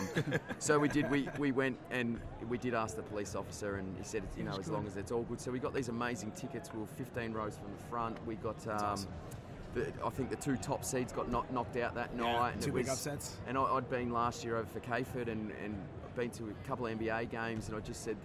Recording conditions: busy venue